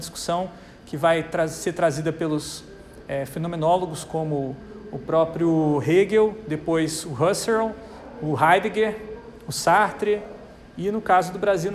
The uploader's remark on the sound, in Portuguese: Aula gravada na disciplina Projetos para Pessoas do Bacharelado em Design da UTFPR